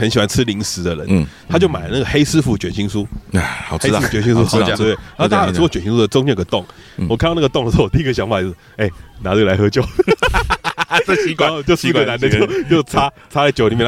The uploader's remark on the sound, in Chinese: 這次我們嘗試在野外露營+錄音但沒有露出。並且在大自然的薰陶中跟大家分享我們的旅程。